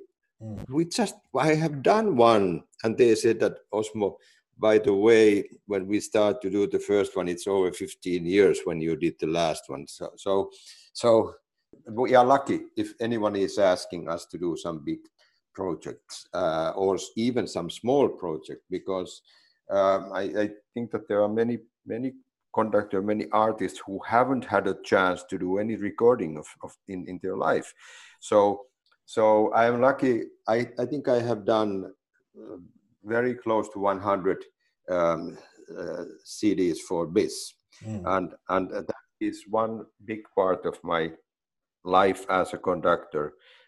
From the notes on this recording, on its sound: This interview was recorded on 4th July 2020 via Zoom.